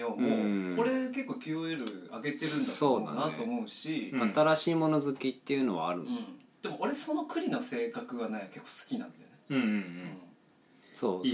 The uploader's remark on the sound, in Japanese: みんなちょっと酔っ払っててへべれけです。家で収録してたので声が大きめです。